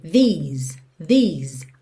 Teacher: These, o primeiro é compridinho, que nem do cheese, que você sorri pra tirar foto, ok? These, e você termina nesse som do S, que fica até um pouquinho com som de Z.